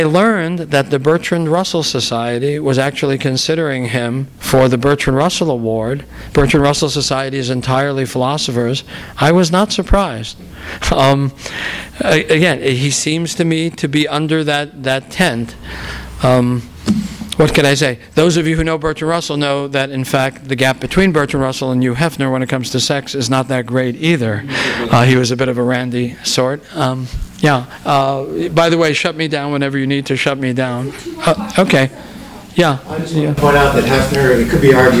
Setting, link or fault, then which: setting, live audience